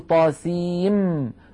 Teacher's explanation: طاسين آخرها نون ساكنة وميم أولها ميم، فندغم النون في الميم فنقول طاسين ولا نقول طاسين بالنون. · Term: إدغام